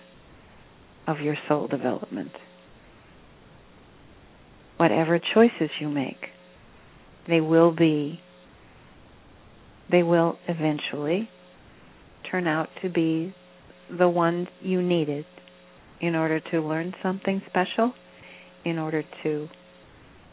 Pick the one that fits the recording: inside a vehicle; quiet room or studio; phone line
phone line